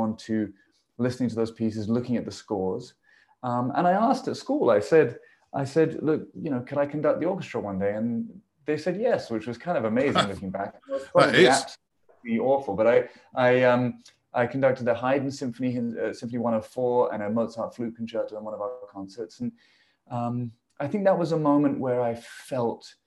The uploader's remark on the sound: This interview was recorded on 23rd November 2021 via Zoom.